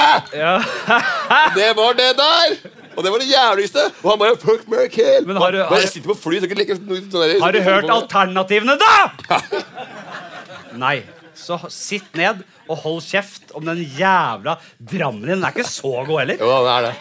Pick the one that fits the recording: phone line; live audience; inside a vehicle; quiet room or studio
live audience